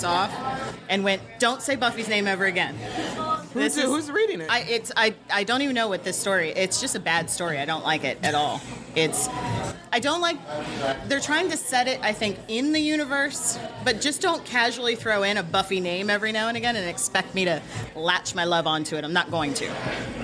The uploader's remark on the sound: LIVE at Millie's Ice Cream. We got our fellow Pittsburgh Scoobies together to enjoy Buffy shakes, talk all things Buffy, play some games and get some face time with our listeners.